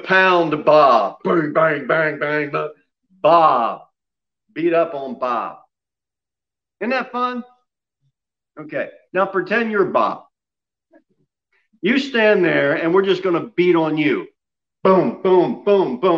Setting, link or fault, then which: setting, large echoing room